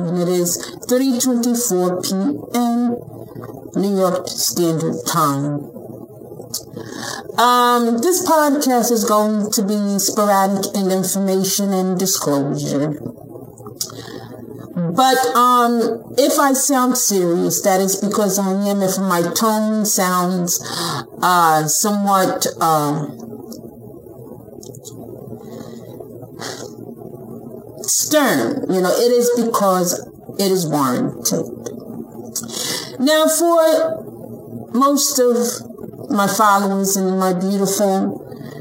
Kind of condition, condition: fault, poor sound quality